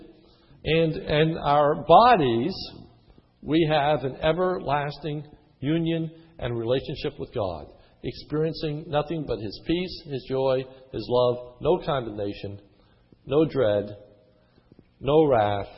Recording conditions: large echoing room